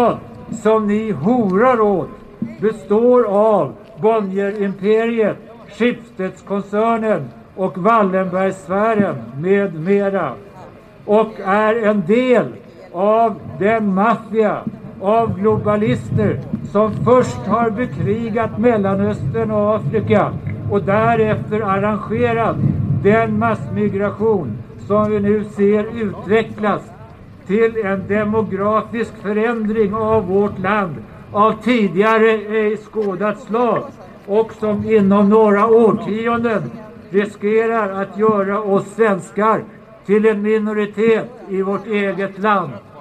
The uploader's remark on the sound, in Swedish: talar på Mynttorget 10 mars 2019